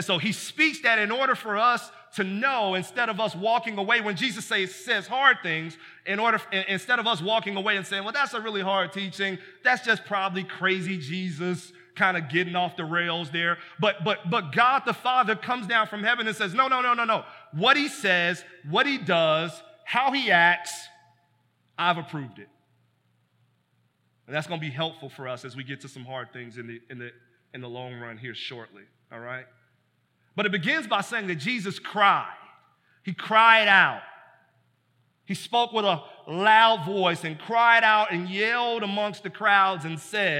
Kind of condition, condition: setting, large echoing room